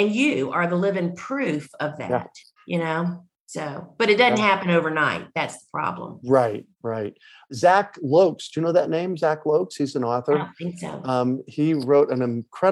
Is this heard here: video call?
yes